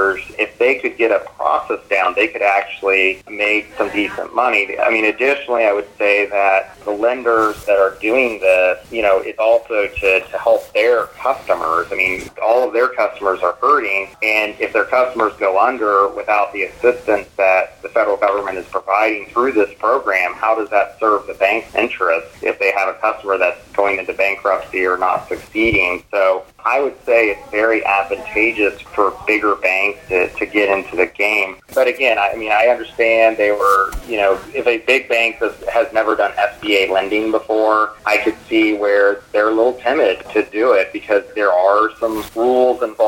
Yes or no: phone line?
yes